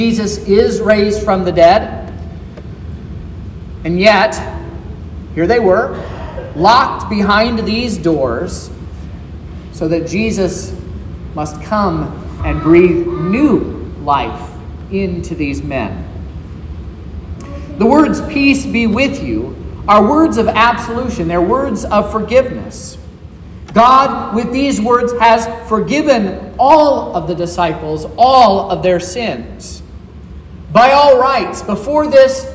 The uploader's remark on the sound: This is the sermon preached at Trinity Lutheran Church in Vallonia, Indiana, on Sunday, April 16, 2023